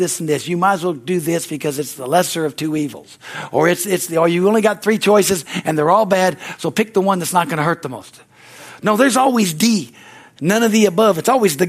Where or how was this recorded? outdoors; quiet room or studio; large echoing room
large echoing room